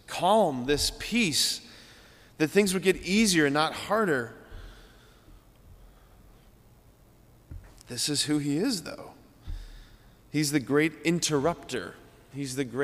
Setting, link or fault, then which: setting, large echoing room